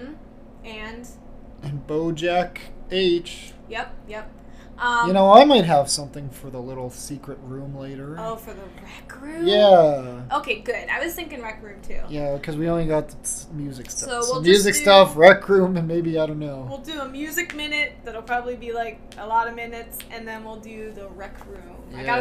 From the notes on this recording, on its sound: We had a new mic set up, so apologies for any audio inconsistencies!